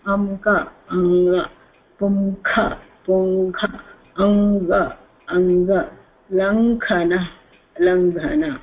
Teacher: अनुस्वारस्य स्थाने के आदेशः, अनुस्वारात् परे क घ ग घ वा चेत् अनुस्वारस्य स्थाने ङकारादेशो भवति